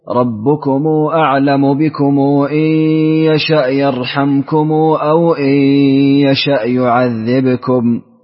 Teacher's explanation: بقصر صلة ميم الجمع